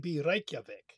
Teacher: In Icelandic, the R is slightly trilled.